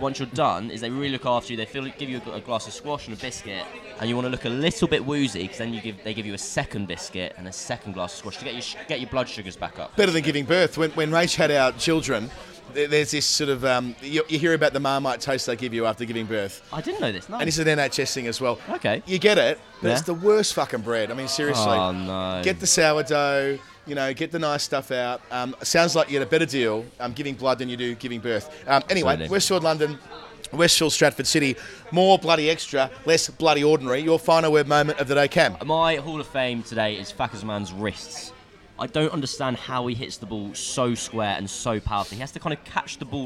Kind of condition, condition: setting, busy venue